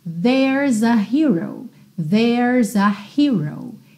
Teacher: Tenho uma consoante seguida de vogal, eu já junto os dois ali para que a minha frase fique mais fluida